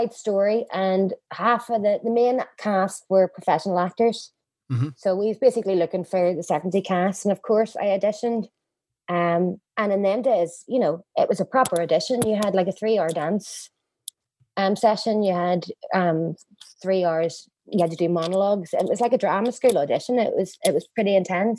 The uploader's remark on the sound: Recorded via Zoom, May 2020. Studio facilities provided by irishvoiceovers.co.uk.